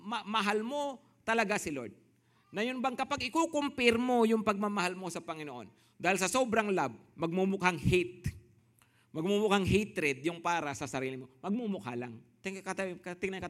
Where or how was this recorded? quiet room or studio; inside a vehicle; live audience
live audience